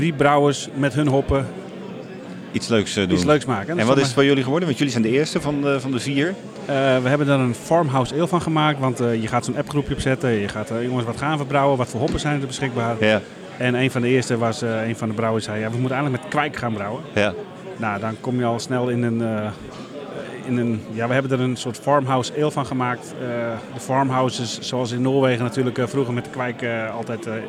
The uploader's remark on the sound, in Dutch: Tijdens de Dutch Craft Beer Conference (23 maart 2023) in Den Bosch